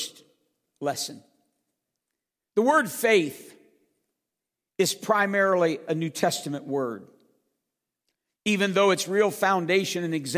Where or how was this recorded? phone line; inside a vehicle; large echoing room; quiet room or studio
large echoing room